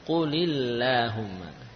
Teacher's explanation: Ya, kalau kita baca dari Allahumma baru tebal Allahumma. Namun kalau ada kata kul sebelumnya sehingga lamnya jadi kasrah, maka lam pada Allahumma jadi tipis